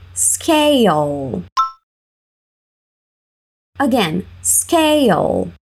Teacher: Além disso, também não falamos scale com o som de U no final, mas ou, enfatizando esse L no final com a sua língua ficando presa na parte de trás dos seus dentes